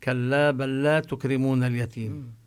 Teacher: اللام من بل تدغم باللام والراء قولا واحدا